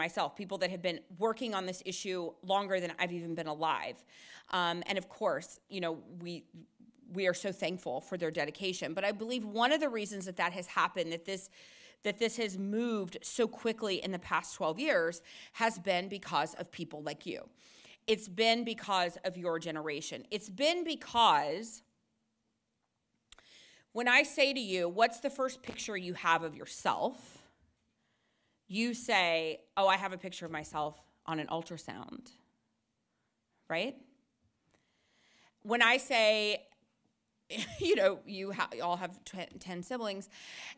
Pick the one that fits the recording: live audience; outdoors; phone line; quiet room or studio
live audience